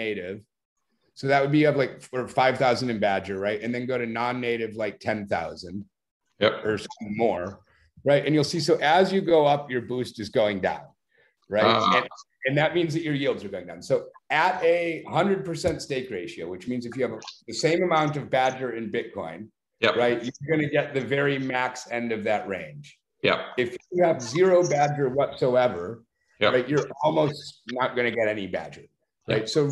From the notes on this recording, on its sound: joined a zoom meeting